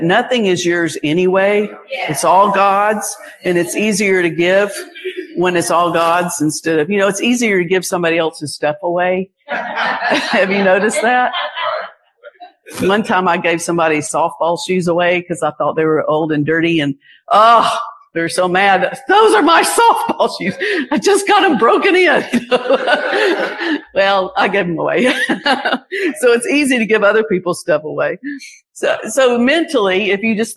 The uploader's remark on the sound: Recorded live at the 2023 Gulf Coast Convention.